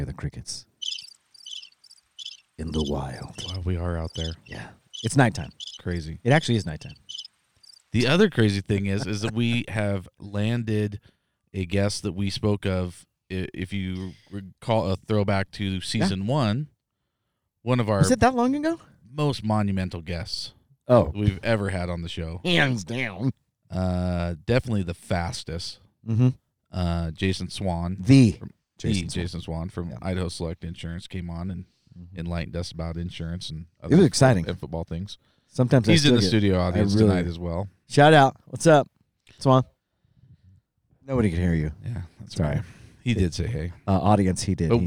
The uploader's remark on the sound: In this episode, we go ON THE ROAD!! We recorded this episode sitting in a circle in the mountains while on vacation for 4th of July.